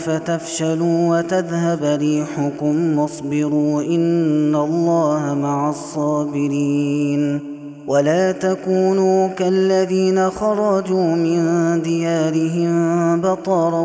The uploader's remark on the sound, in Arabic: هذا التسجيل من صلاة التراويح